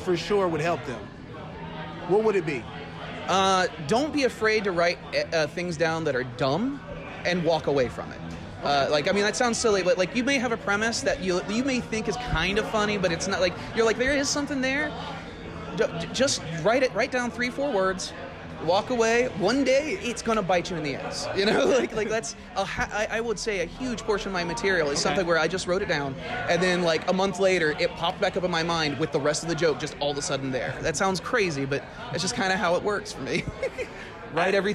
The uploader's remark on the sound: on the patio of our weekly Friday night mic at Hanks BBQ